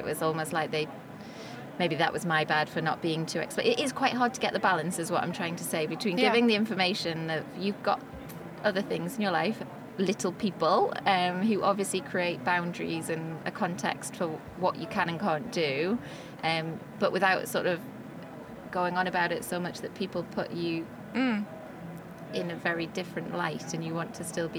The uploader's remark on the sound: This episode was recorded on the Shure stand at The Podcast Show, London.